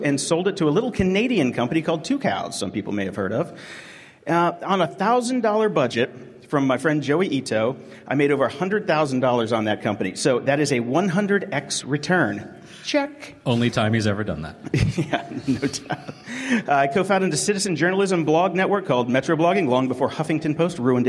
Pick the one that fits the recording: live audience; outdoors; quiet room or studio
live audience